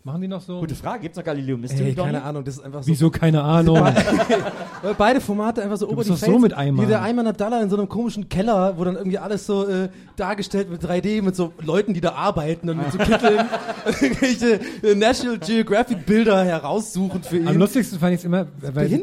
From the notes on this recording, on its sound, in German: Haben sich die drei Showkartoffeln von "Gästeliste Geisterbahn" beim Aufnehmen auf eine Bühne gesetzt und dabei gegen Geld anschauen lassen. Diese Folge ist der Live-Mitschnitt davon, inklusive jeder Menge Sitcom-Lacher!